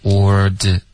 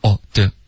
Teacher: 这个 or 的这个是有一点滑动的，然后就连到 the · Shown in: first take